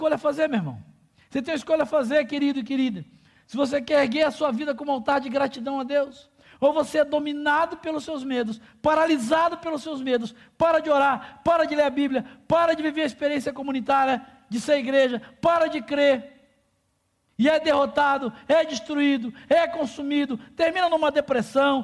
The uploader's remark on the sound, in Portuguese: durante a Celebração ao vivo da nossa comunidade